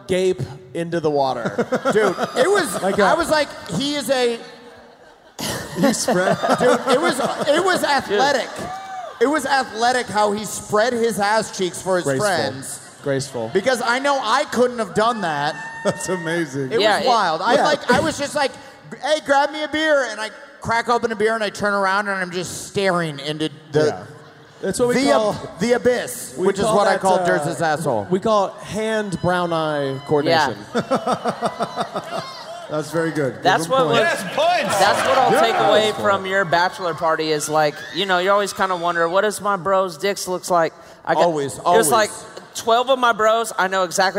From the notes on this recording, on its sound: Live From Kansas City!